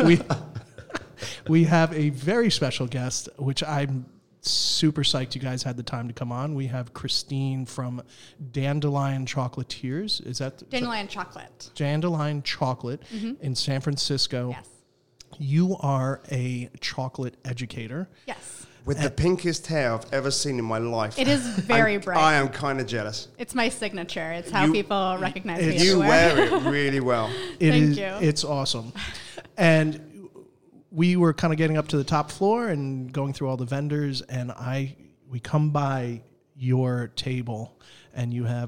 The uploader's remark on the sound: at the New York City Coffee Festival